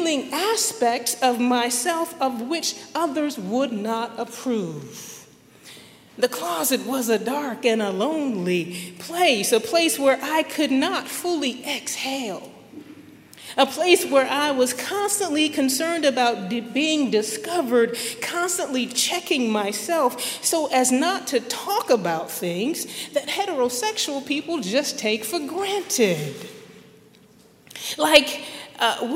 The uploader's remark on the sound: at Highland Baptist Church, Louisville, Kentucky